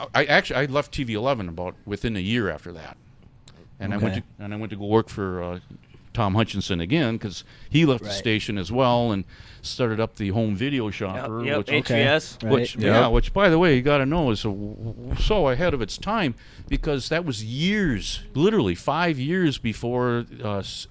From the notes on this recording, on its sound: We recorded the episode live on location at The GB UFO Museum Gift Shop and Records